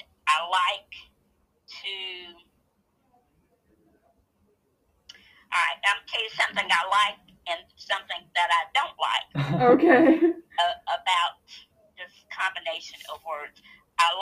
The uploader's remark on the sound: we had a nice phone interview